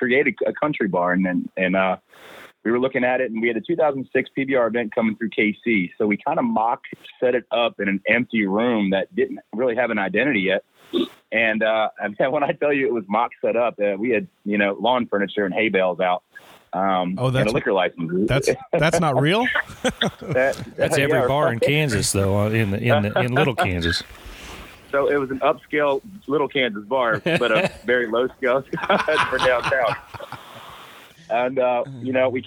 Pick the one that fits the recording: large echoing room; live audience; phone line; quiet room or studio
phone line